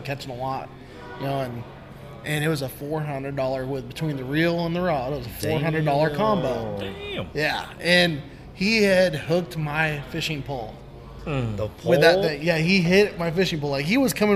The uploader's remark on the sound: BFFs are on location at Des Moines branch of Peace Tree Brewing Company.